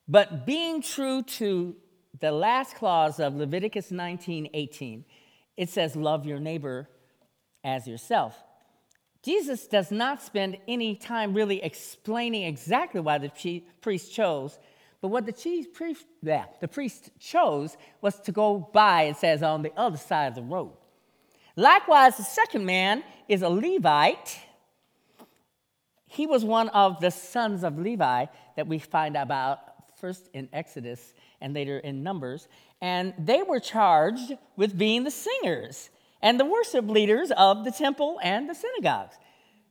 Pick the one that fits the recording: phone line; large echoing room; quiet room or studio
large echoing room